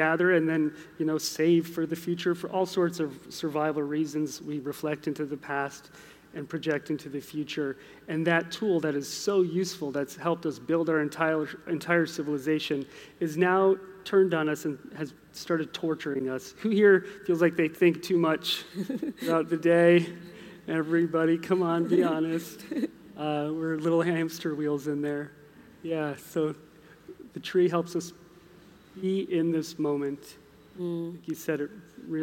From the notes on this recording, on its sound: Recorded live at the Australian Museum.